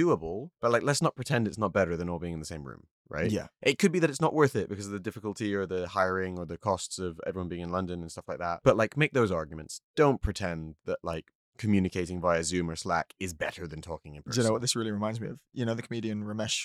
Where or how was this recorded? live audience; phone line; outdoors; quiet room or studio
quiet room or studio